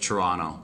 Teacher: They don't pronounce the T.